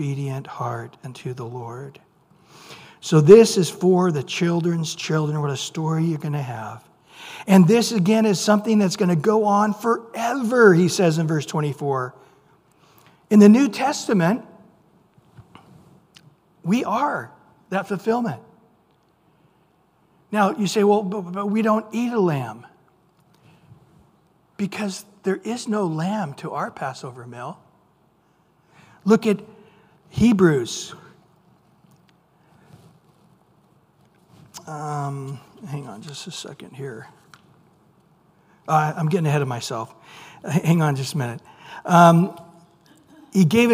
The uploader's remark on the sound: Recorded at Calvary Chapel of Los Alamitos on May 17 2023 on Wednesday evening sermon.